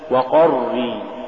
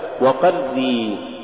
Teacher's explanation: تفخيم الحرف الأول من الراء المشددة · Shown in: first take · مثال ذلك وقري تقرأ لحنا وقري، والصواب وقري.